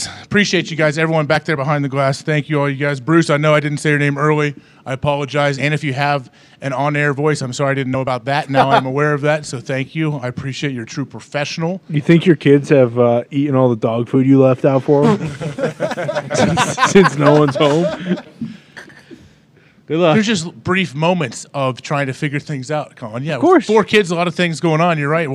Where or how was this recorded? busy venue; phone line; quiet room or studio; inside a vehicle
busy venue